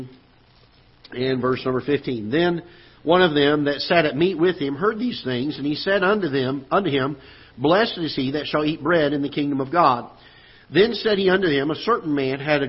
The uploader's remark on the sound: Ketha Heights Baptist Church ~ Live Broadcast